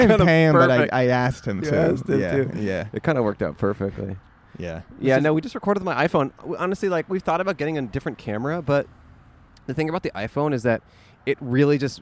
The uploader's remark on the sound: Recorded on Colorado Blvd in Pasadena, CA.